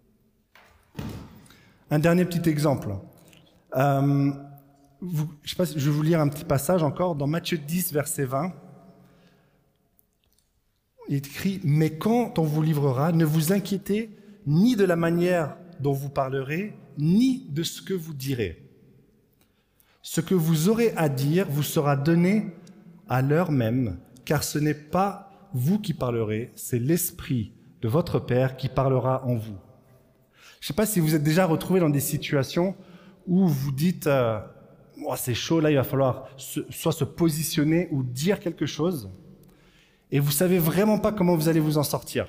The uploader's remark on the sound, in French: Enregistré à l'église CVV